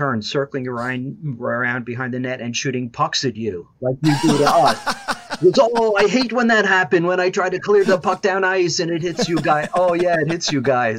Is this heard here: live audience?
no